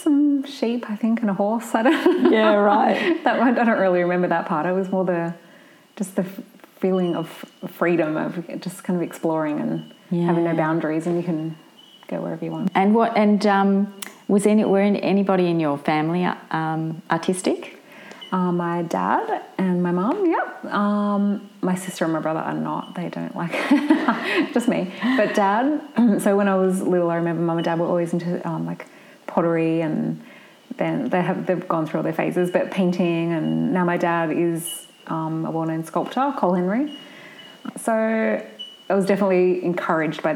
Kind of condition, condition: fault, sounds in the background